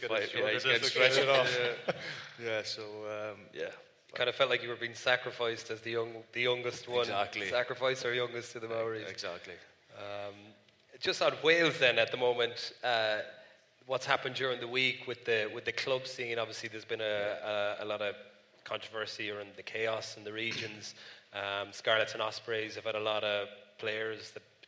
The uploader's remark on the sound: LIVE in Belfast. Live(!) at The Belfast Empire.